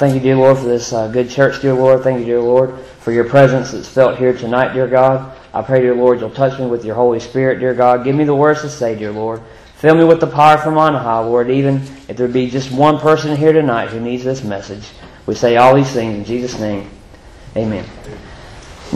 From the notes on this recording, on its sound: Previously recorded in 2015 at Five Forks Baptist Church in Hillsborough, NC.